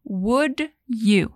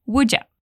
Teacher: Uma dica interessante de pronúncia aqui é essa junção de would com you. Separadamente é would you, mas é bem comum juntar esse som, ficando would ya. · Shown in: second take